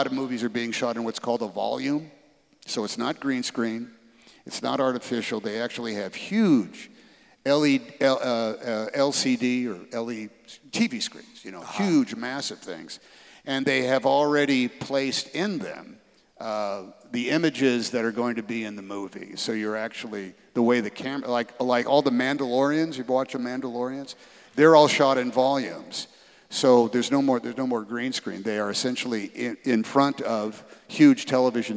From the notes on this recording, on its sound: on stage at the Keller auditorium in May 2023